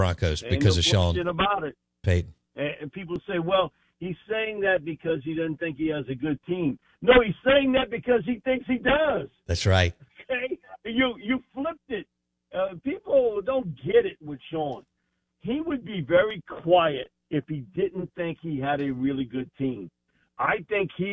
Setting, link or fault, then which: link, phone line